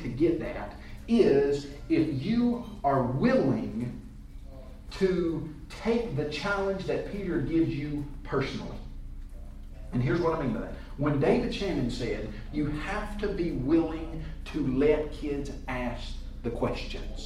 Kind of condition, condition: setting, live audience